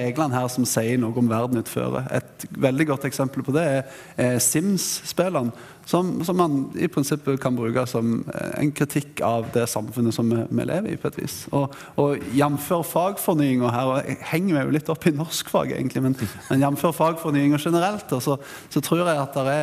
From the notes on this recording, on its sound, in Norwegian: LIVE FRA NKUL2019. Spillpedagogene ble spilt inn live for en forsamling mer enn gjennomsnittelig teknologiopptatte lærere, ledere og skolefolk.